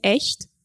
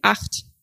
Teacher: Und es gibt das harte, also das ch. Und das weiche benutzt man nach e und i, zum Beispiel in echt. Und das harte sonst überall, zum Beispiel in acht. · Term: weiche CH